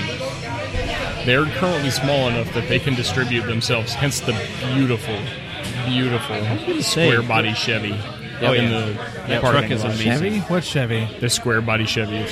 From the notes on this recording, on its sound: We spend some time at Division Brewing in Arlington, TX